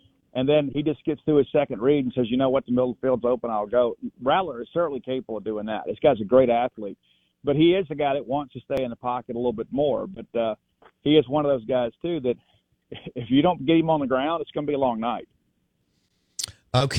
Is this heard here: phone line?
yes